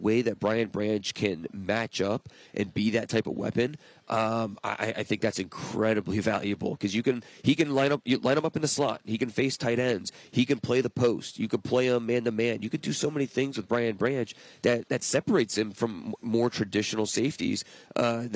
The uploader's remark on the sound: live from the 2023 NFL Combine